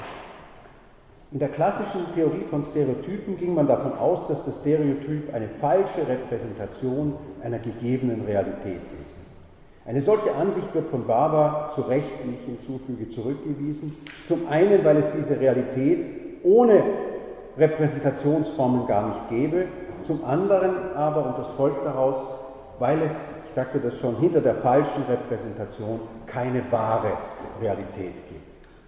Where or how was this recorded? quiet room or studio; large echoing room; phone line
large echoing room